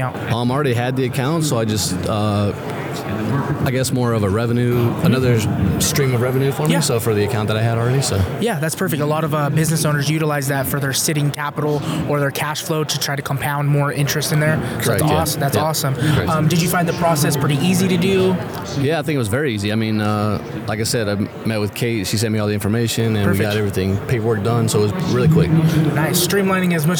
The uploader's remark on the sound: LIVE at MoneyShow at the Paris Hotel in Las Vegas, NV getting Investor Testimonials!